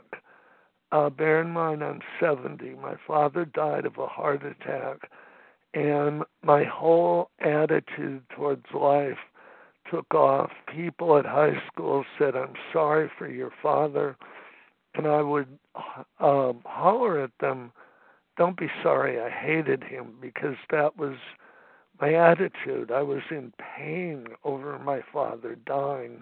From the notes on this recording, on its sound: 100 Pounders Phone Meeting, 9/26/23.